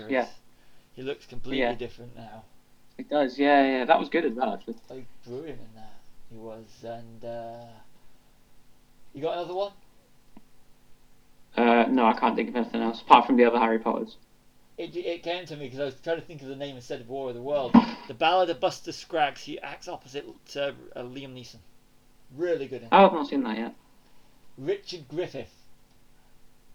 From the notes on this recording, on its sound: Apologies for audio issues.